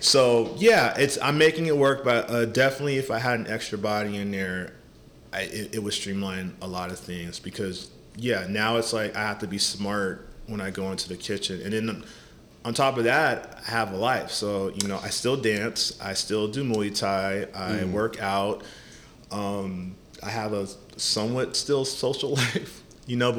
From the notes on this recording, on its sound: We recorded this podcast at Whack Donuts in the Embarcadero in January 2024.